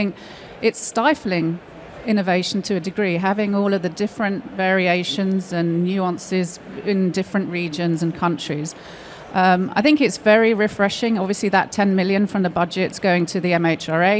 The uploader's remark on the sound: Live from Med-Tech Innovation Expo 2023 (recorded 7th June)